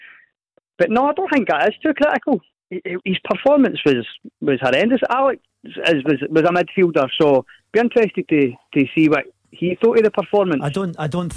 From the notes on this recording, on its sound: take your calls